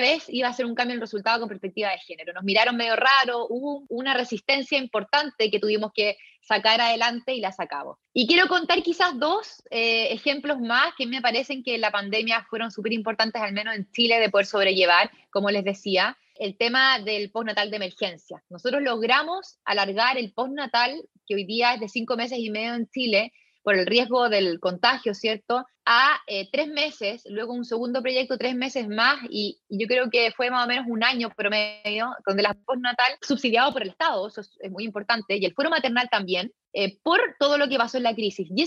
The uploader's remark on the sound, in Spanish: grabado durante el taller virtual